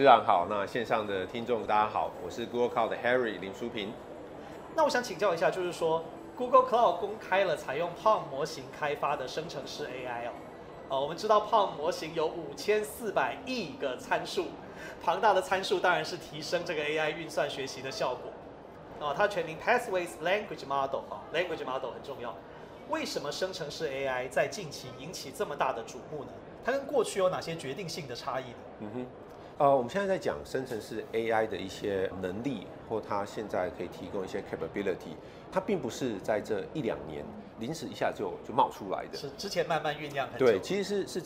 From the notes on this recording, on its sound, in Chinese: 繼續把錄音室帶到AI EXPO Taiwan的展覽會場。在AI EXPO直播訪談現場。